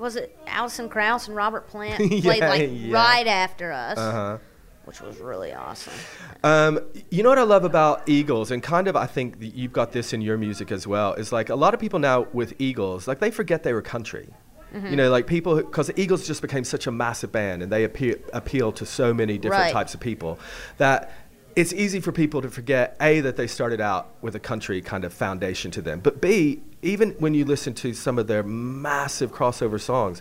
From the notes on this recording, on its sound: backstage at the Highways Festival at The Royal Albert Hall